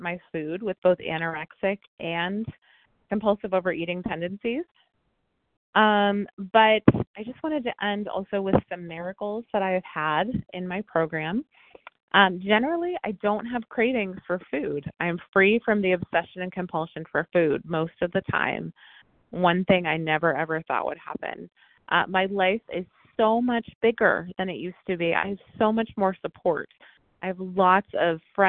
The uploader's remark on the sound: from the 100 Pounders Phone Meeting